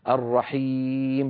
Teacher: ومد الرحيم إن وقفنا عليها فهو عارض للسكون، الرحيم بتطويل زائد، وإن وصلناها فهي أيضا مد طبيعي، فلينتبه إلى هذا.